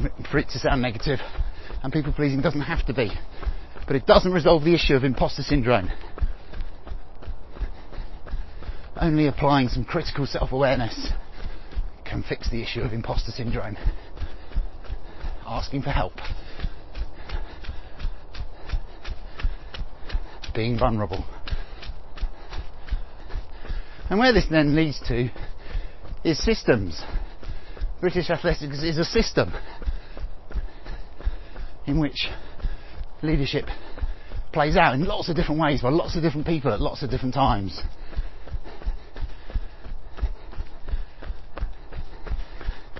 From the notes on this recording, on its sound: All recorded on the run.